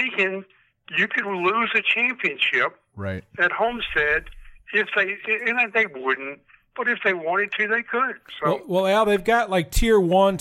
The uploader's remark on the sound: Joining the group by phone. Hops on a mic.